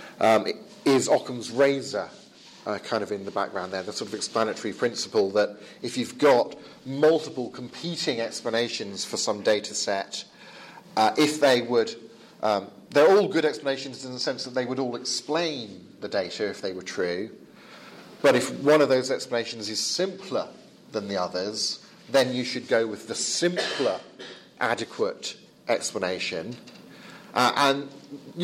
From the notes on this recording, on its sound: Lecture with Q&A from the European Leadership Forum 2017